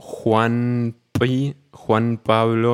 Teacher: Entonces, para facilitar la pronunciación, se transforma la N, por ejemplo, en una M que cierra la boca. Es muy cercana en propiedades fonológicas al sonido de la N, pero te permite hacer el sonido justo antes de una consonante que requiere que tengas la boca cerrada. · Term: asimilación del lugar de pronunciación